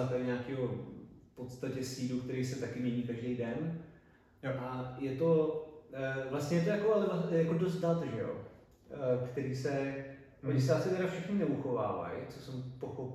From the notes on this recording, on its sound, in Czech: Omluvte prosím špatnou audiovizuální kvalitu, zradil nás nový třetí mikrofon i stativ.